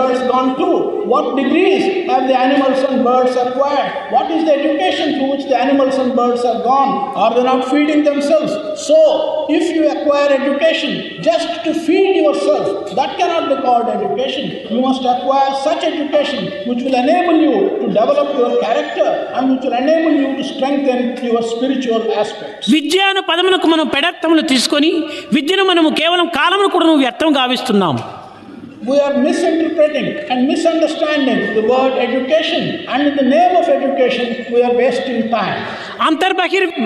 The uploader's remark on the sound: during inauguration of the Sevadal conference